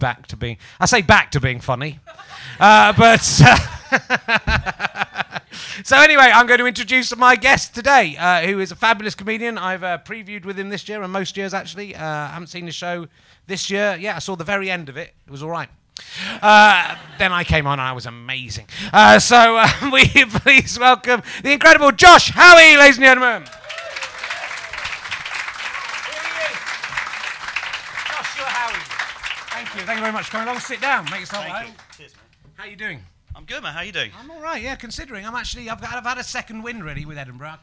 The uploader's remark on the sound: the audience are getting amorous with each other